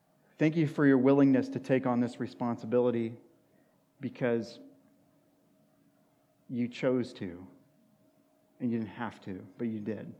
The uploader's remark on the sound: sermon at Washington Union Alliance Church